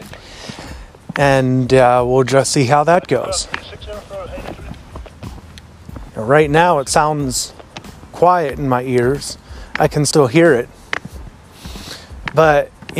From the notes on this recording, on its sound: Made and edited on my IPad, uploaded to Anchor via the IPad, and the writing was done via my iphone. It's a beautiful day and so I'm out walking and talking and listening to the radio.